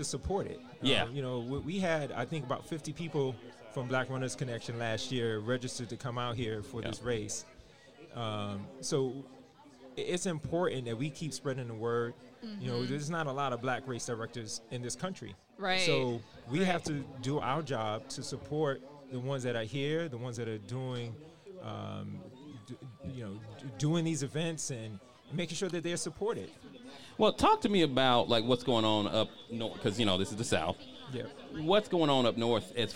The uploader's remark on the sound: recorded this podcast LIVE from The Race Expo 2021 in Atlanta Georgia